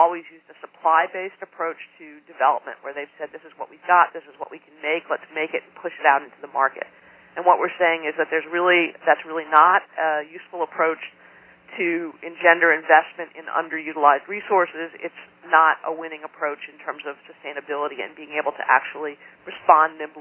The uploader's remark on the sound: Call recorded on September 22, 2011.